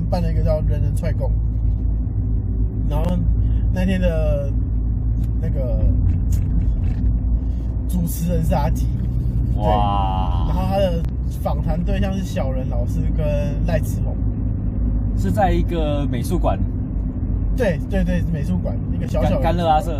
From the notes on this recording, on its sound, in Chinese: 錄音地點：AM車上。